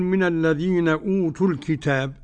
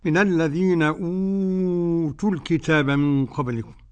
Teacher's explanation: قرأ ورش بالقصر حركتين والتوسط 4 حركات والمد 6 حركات والباقون كلهم بالقصر قولا واحدا. · Term: مد بدل